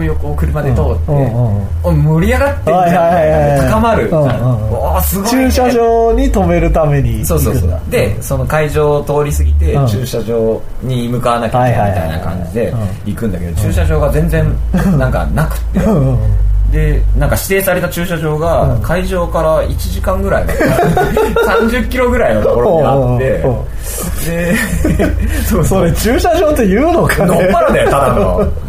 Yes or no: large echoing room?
no